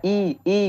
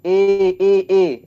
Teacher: masih berbelok sedikit ke huruf e · Shown in: second take